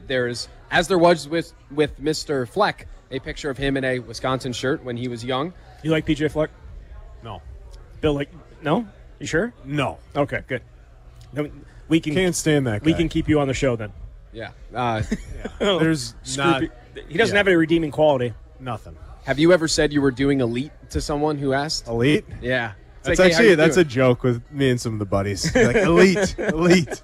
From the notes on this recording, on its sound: live from Monk's Bar and Grill in Sun Praire